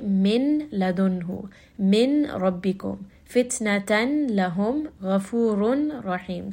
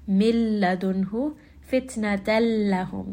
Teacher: right away you just merge from the first haraka of the tanween into the next letter, which is lam or ra. · Shown in: second take · Term: idgham